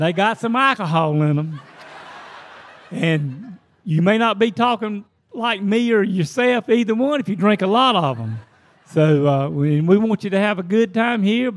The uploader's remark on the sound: We’re live at MythiCon!